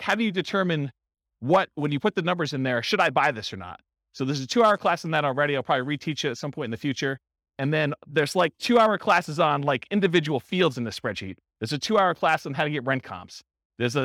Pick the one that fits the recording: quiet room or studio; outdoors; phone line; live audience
live audience